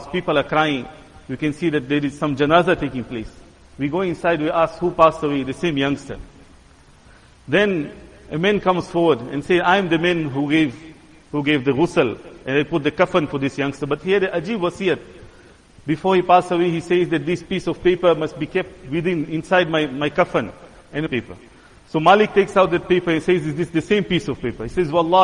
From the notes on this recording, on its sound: Jumuah lecture